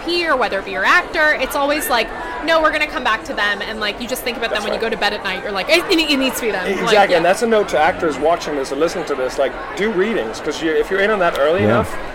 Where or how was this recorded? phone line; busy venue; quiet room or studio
busy venue